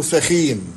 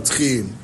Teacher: صوت الثاء تحول في العامية المصرية إلى تاء